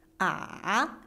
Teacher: erstmal runtergehen und wieder rauf, das ist der 3. Ton